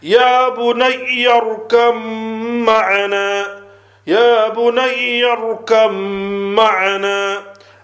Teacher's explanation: So the ba will be changed into a Mim, and you do Idgham with Gunna.